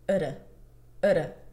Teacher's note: the atta is going to be reduced to utta, utta, utta.